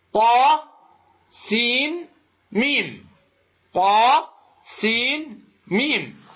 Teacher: عند النطق بها نهايتها نون، النون هذه نون ساكنة جاء بعدها ميم · Term: مثقلا